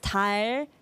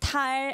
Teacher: With 달, it's just a soft D, 디귿, and then 탈 is a stronger sound that sounds more like a T.